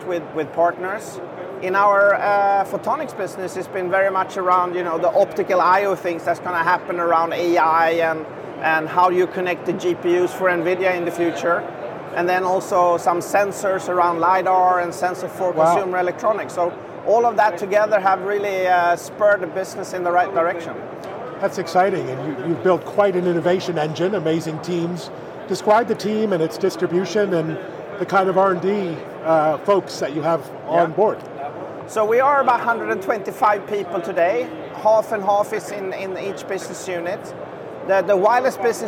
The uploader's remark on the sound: live from the energetic floor of Mobile World Congress